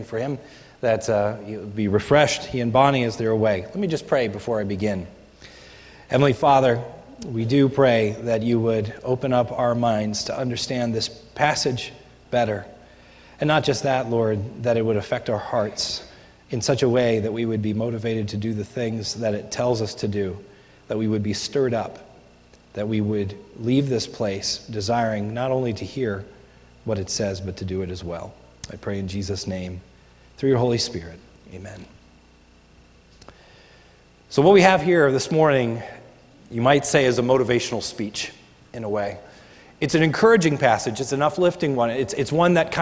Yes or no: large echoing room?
yes